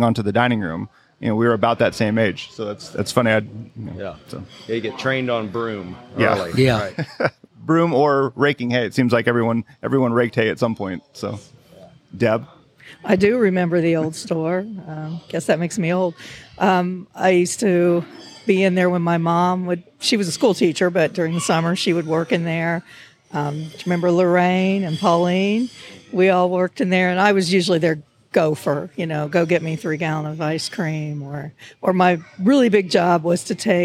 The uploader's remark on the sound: This episode was recorded in the new Dairy Store at Young's Jersey Dairy. This episode was recorded in the new Dairy Store at Young's Jersey Dairy.